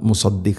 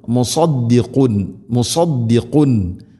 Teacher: Saad, heavy ലെറ്ററാണ്, സ്വരഭാരത്തിൽ ഉച്ചരിക്കണം · Shown in: second take